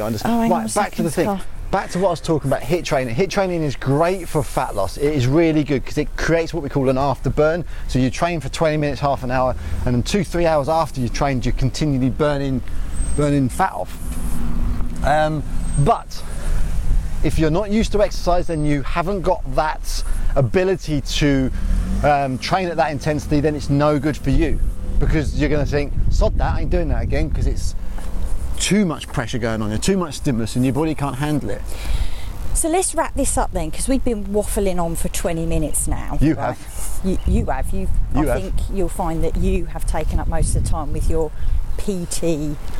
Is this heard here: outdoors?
yes